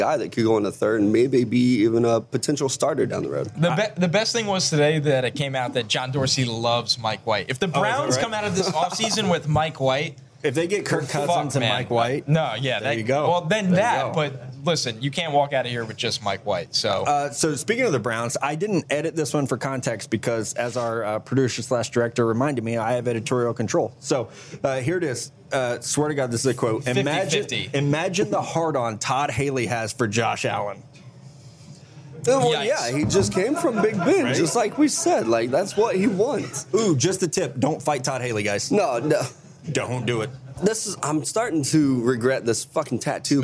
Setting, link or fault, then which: setting, busy venue